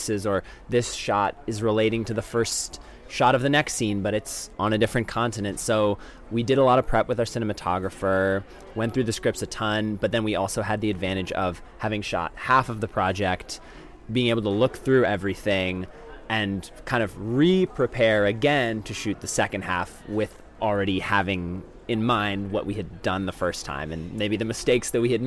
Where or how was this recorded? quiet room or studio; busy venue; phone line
busy venue